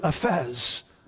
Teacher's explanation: There is a breathy, sighing quality to that word, aphes.